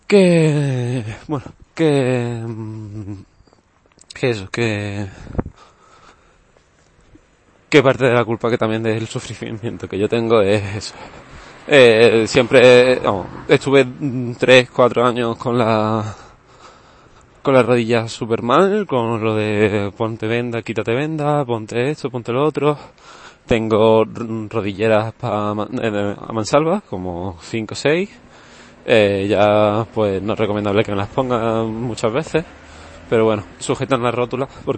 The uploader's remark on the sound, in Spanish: He cogido el micrófono y he estado hablando un rato mientras iba al bus. También el episodio está sin pasar por Audacity y por eso tiene un momento la final sin audio.